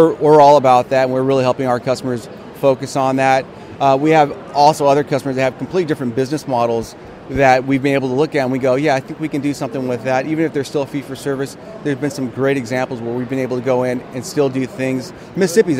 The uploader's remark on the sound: LIVE from #HiMSS17